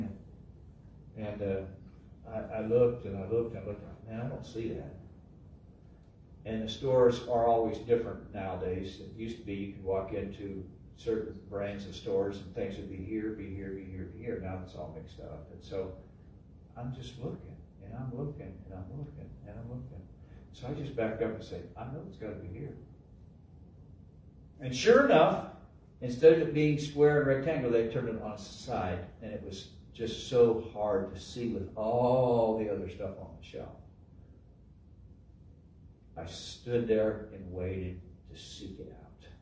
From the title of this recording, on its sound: LIVE from Calvary